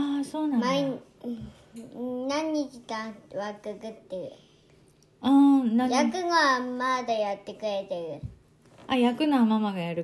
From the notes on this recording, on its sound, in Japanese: 日本から私の住むアメリカ東海岸に遥々遊びにくてくれた「特別ゲスト」との素敵な時間を残したくて収録に臨みました。録音を聞きかえすと、背後には、私がカレーを煮込むお鍋からの音が聞こえます。